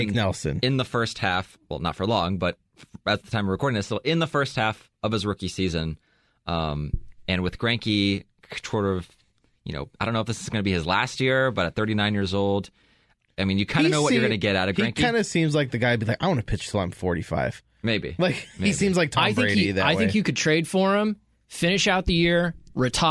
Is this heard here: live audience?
no